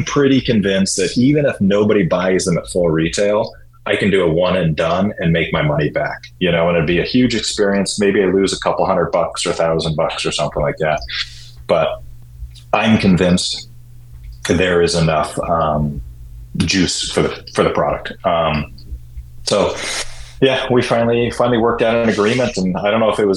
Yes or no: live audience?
no